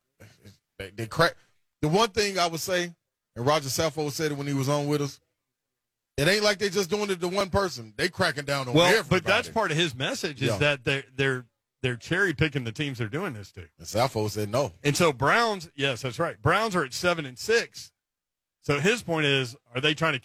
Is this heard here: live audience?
no